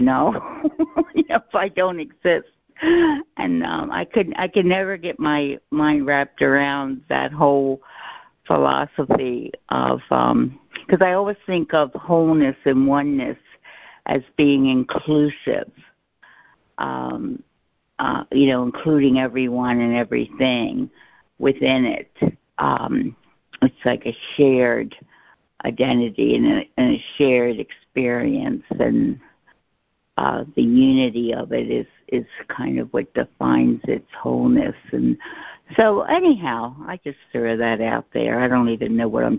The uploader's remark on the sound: ACIM Daily Conference Call